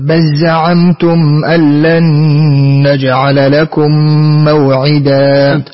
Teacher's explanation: اللام كلها تذهب في إيش؟ في الزاي.